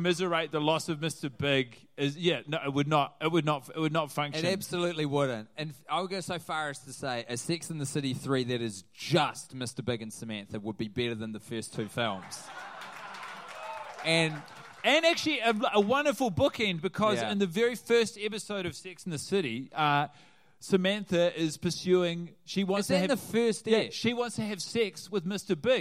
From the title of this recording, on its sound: Live in NYC